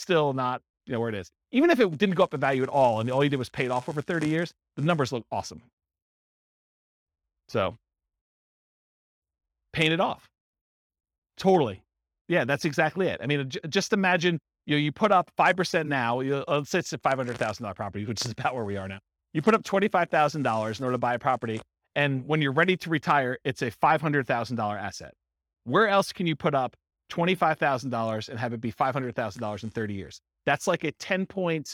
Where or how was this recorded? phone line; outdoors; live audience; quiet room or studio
live audience